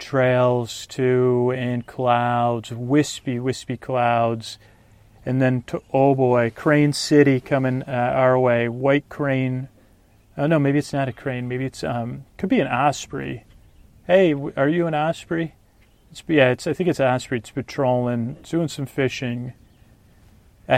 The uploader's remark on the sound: On Location in a Kayak. A real ride in a Kayak, it has been edited but it is a on location show.